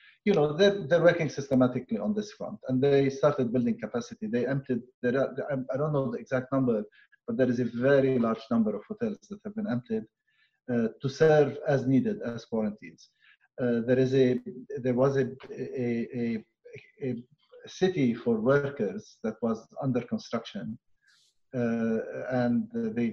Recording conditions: video call